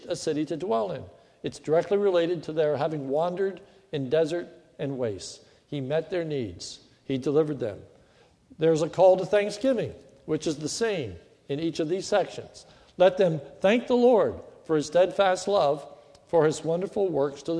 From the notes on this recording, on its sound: This is a sermon recorded at the Lebanon Bible Fellowship Church in Lebanon, Pa. It is the Thanksgiving Service.